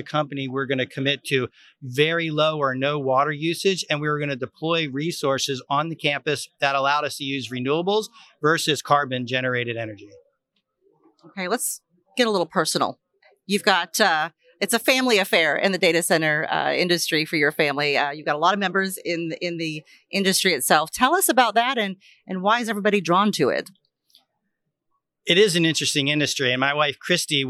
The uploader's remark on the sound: Live from PTC'20